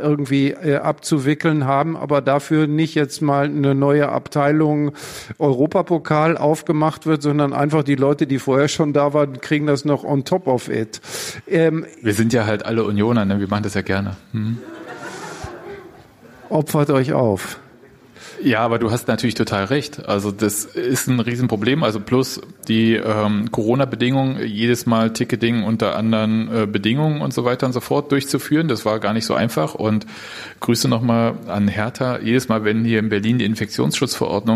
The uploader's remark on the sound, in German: Da nur wenige Karten verkauft werden konnten, stellt das Deutsche Theater freundlicherweise die Aufnahme der Veranstaltung allen frei zur Verfügung.